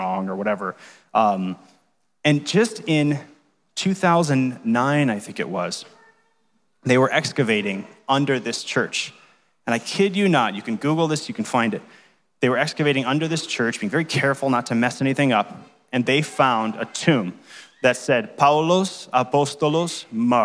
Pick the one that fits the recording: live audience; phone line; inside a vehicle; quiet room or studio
live audience